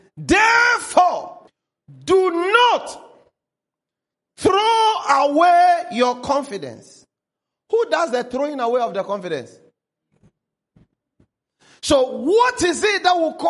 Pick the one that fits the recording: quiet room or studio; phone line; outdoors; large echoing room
large echoing room